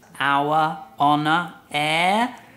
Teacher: La H es muda. Es como si no estuviera allí y empieza por vocal. No afecta fonéticamente y por eso usamos el artículo an.